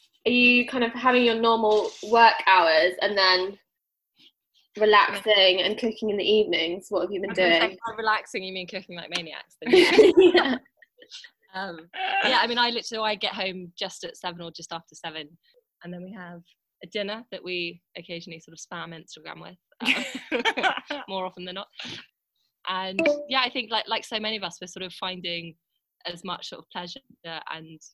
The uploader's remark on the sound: These episodes are recorded over video chat so please bear with us if the sound quality isn't perfect!